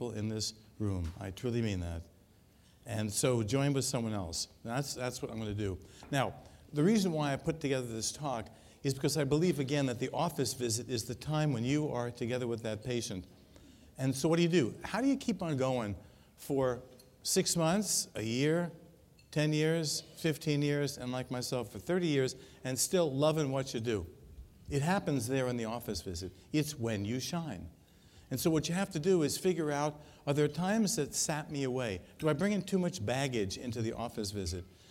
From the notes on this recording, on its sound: Recorded at the 2013 Summer SDPA Conference in St.